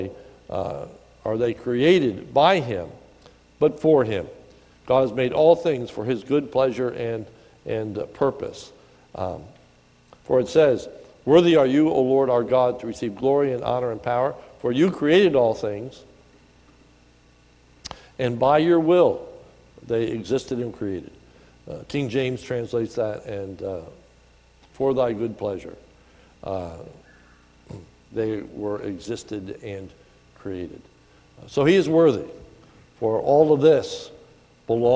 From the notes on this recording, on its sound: This is a sermon recorded at the Lebanon BFC on 2/10/2019 during the evening service